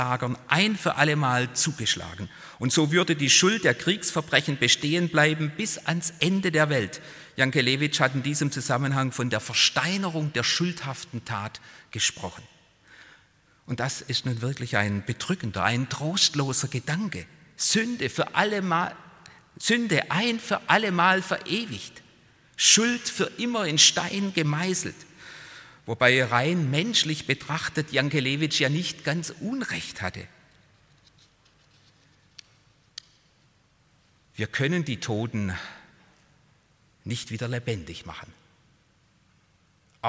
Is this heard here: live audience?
yes